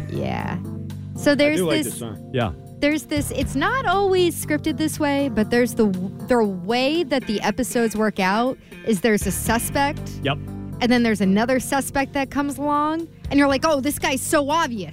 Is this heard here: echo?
no